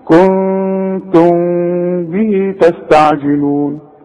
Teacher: المخرج بتاع الميم والبه واحد · Term: هخفي وغن